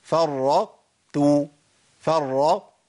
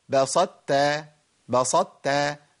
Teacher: مطلوب مني ان انا افضل في مخرج التاء لكن اجيب التاء الاولى مطبقة مستعلية · Shown in: first take